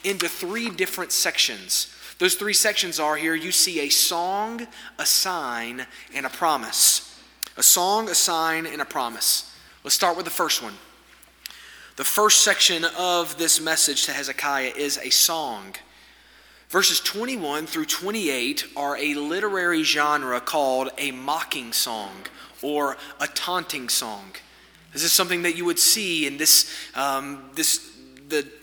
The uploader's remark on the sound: This sermon was delivered on February 7, 2024 at First Baptist Church Hendersonville, NC during the Wednesday night Bible study hour.